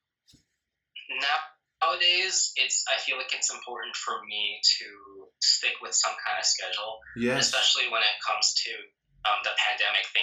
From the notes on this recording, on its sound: on an IG live